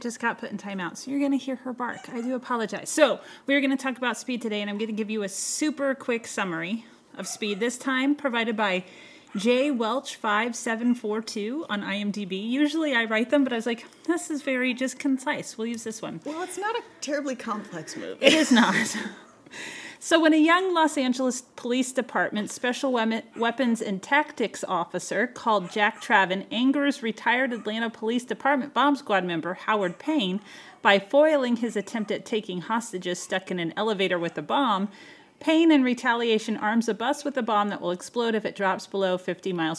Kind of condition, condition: fault, sounds in the background